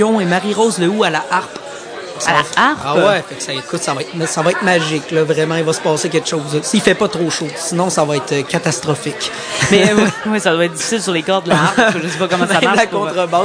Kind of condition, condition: setting, busy venue